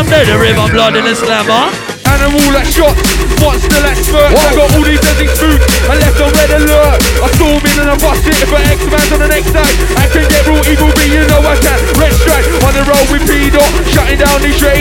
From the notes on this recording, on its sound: Recorded live Rough Tempo - 30 Jan 2018